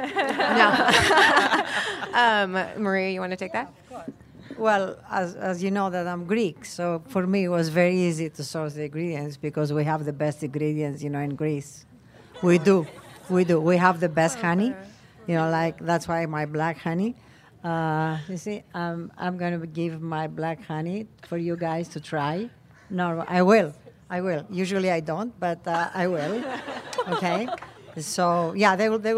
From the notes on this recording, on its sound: LIVE at Whole Foods Market Tribeca.